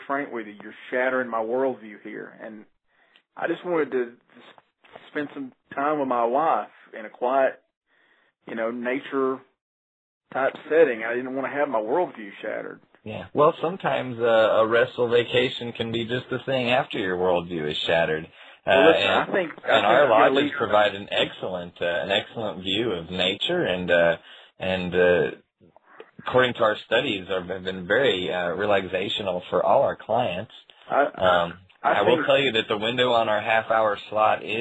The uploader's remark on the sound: A recording of a call to a reservation agent for a hotel.